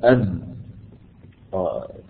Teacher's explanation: تجد في انحباس في جري النفس · Term: الجهر